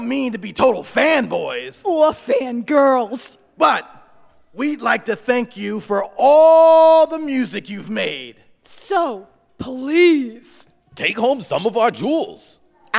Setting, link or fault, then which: setting, live audience